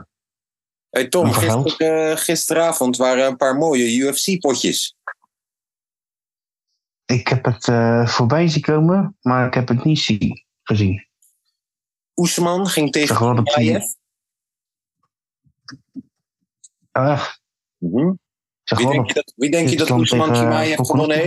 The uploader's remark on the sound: ZOOM CALL